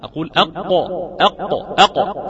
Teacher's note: القاف أقصى اللسان مع ما يحاذيه من الحنكي الأعلى